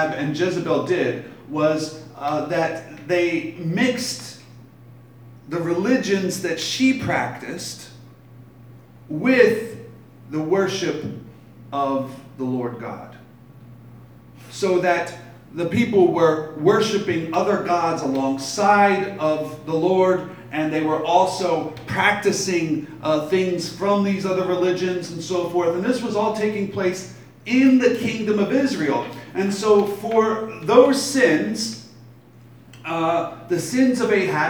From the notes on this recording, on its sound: Live from Black Cloister Brewing Company.